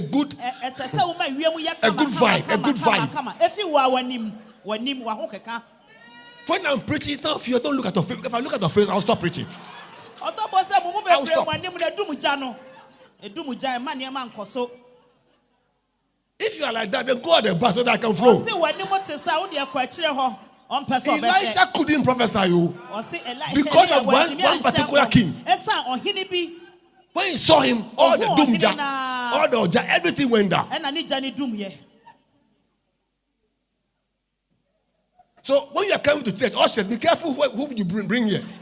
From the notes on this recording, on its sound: Preached At LCC Goshen